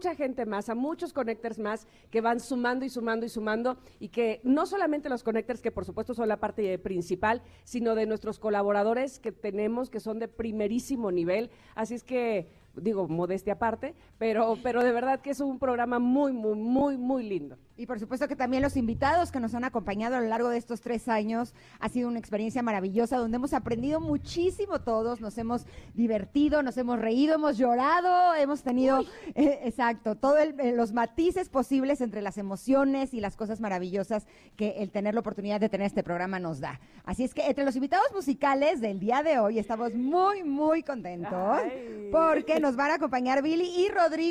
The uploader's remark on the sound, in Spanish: Celebramos juntos con nuestros conecters el tercer aniversario del programa, completamente en vivo desde el salón La Maraka.